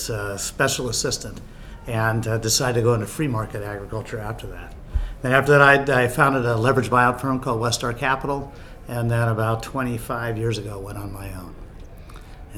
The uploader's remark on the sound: Recorded at the 2017 USC APBO Asia Pacific Business Outlook Conference.